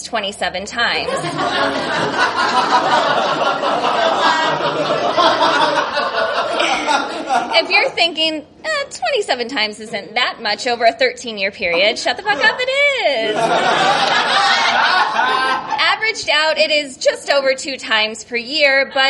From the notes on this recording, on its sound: Sunny Los Angeles welcomed us with open arms and packed houses, like the one at this Your Stories show we recorded at Dinosaur Coffee in Silver Lake.